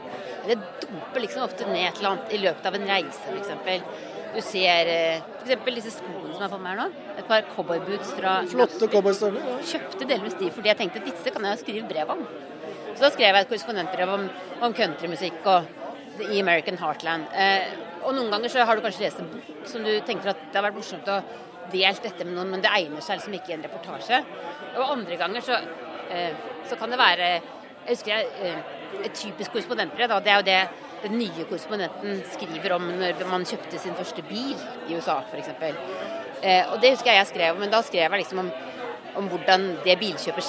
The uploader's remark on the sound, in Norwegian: Korrespondentene møter publikum i Store studio